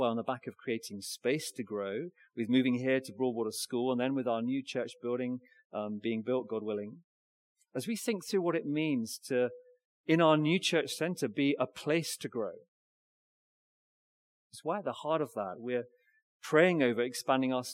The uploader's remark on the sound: Recorded Live stream Sermon from Binscombe Church (BWS) 3rd March 2024